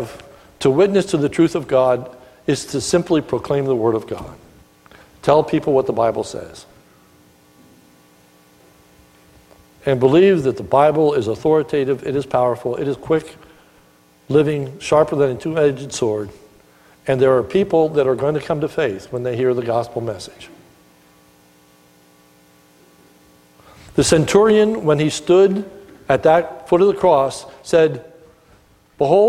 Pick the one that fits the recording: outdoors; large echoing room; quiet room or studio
large echoing room